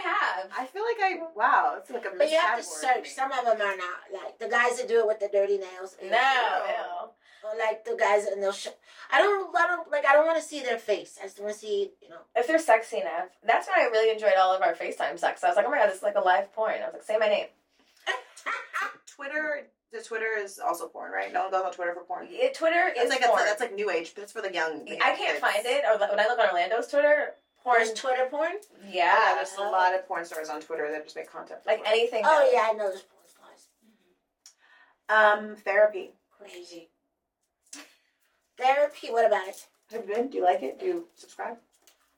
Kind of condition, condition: fault, poor sound quality